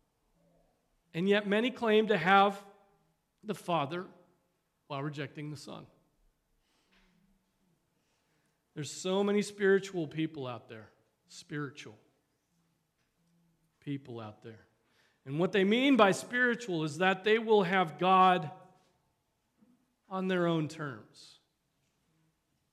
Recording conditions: large echoing room